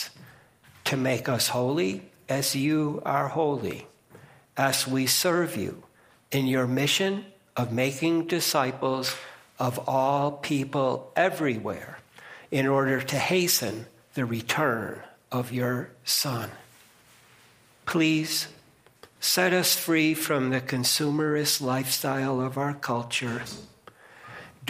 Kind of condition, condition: setting, large echoing room